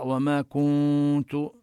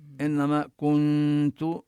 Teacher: وهنا ينبغي أن يتنبه القارئ، الكاف مضمومة، النون ساكنة والتاء مضمومة، إذا ضم الكاف ينبغي أن يفك الضم عند النون حتى لا تشتبه الغنة بالمد · Shown in: second take · يعني لا ينبغي أن يقرأ وما كنت، إنما كنت نظهر غنة النون، ويعني لا نجعلها كحرف المد كالواو، كأن واوا بعد الكاف.